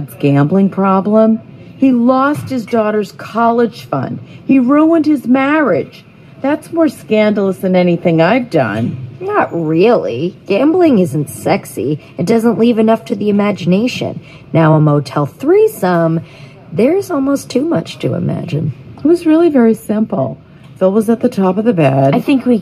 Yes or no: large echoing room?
no